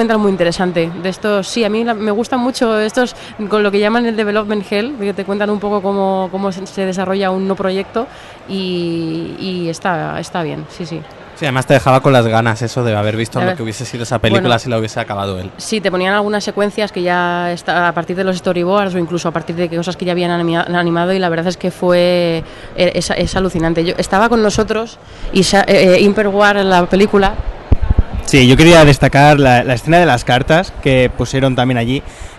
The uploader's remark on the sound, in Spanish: Hemos sobrevivido a otra edición del Festival Internacional de Cinema Fantàstic de Catalunya. Sitges 2013 y como le hemos cogido el gusto, hemos vuelto a grabar el podcast desde el festival. Hemos montado el equipo en el hall del Hotel Meliá Sitges, justo al ladito del Auditori.